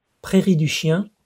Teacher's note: We don't have that nasalized vowel, as we call it, in English. Most English speakers can't pronounce it, so we have to adjust.